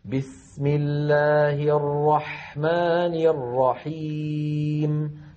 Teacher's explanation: الميم المتطرفة الأخيرة هذه عند الوقف تسكن، فهذه الميم الساكنة زمنها مساو لزمن اللام الأولى من لفظ الجلالة